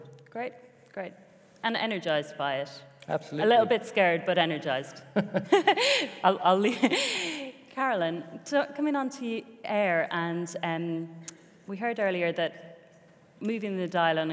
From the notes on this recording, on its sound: Today’s episode goes back to our 12th Annual CEO Breakfast Forum. At Bank of Ireland.